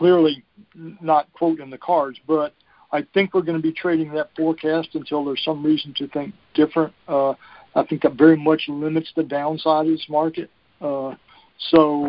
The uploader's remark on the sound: Monthly Conference Call